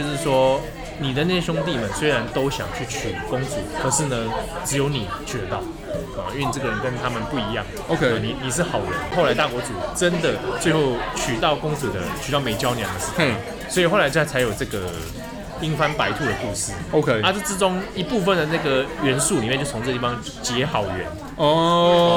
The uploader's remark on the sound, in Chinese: 本集白噪音指數：狂風級 5/5。在有可能是耳朵旅行社開播以來最吵的錄音環境中。錄音地點：老樹咖啡。